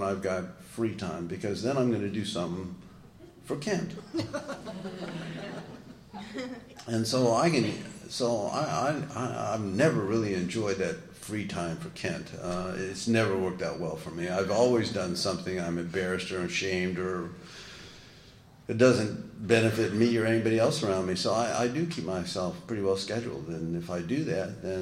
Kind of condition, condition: setting, live audience